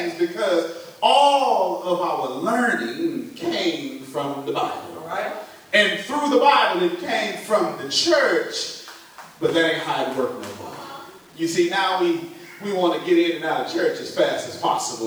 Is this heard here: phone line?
no